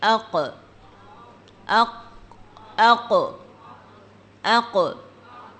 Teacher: آپ کو لگتا ہے کہ دو حصے آپس میں ٹکرائے ہیں بالکل آخر میں، زبان کی جڑ کوے کے قریب نرم تالو سے لگتی ہے · Term: قاف